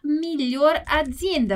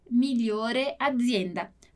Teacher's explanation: Quando a gente fala, né, na língua falada, quando eu digo azienda, que começa com uma letra, com uma vogal, começa com um A, fica mais fácil eu fazer uma redução aqui do migliore e tirar o E · Shown in: first take · e falar melhor azienda, porque daí vir como se virasse uma palavra só, né?